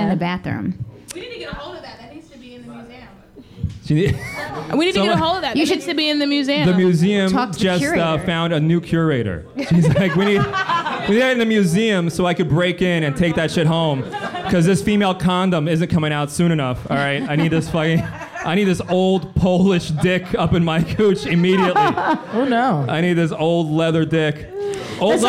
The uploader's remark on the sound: Enjoy our live show recorded in front of a fun, rowdy crowd at the Museum of Sex Play Lounge.